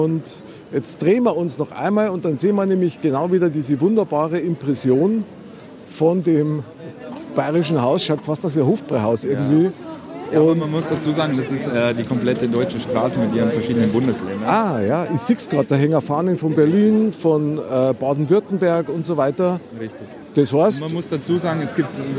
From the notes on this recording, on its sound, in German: XMAS-TOUR IM EUROPAPARK. DIE OUTDOOR EPISODE IM EUROPA PARK.